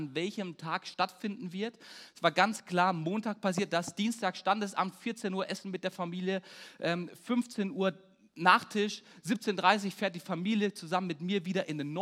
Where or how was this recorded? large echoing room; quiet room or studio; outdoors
large echoing room